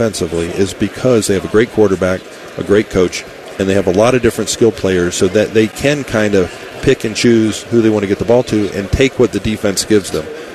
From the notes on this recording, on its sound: live from Radio Row!